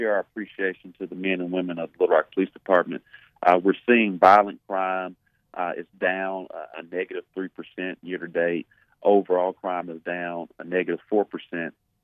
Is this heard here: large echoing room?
no